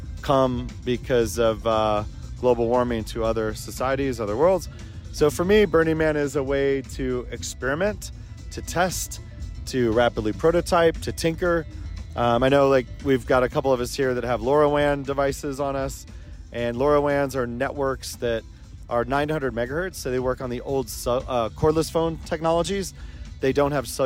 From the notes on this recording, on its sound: Live From Burning Man 2023. Hosts live from A Transformation Station, at Burning Man 2023.